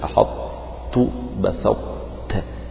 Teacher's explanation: كأنك تنطق بطاء غير مقلقلة وبعدين تنطق بالتاء، فهو إدغام يعني ذهب الحرف الأول ولكن بقيت بعض صفاته، ثم تنطق بالحرف الثاني مشددا، أحط بسطت.